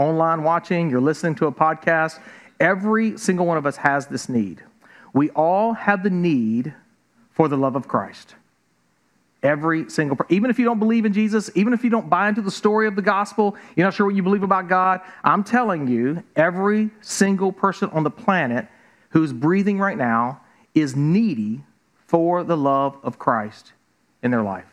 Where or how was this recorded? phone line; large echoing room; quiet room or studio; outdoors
large echoing room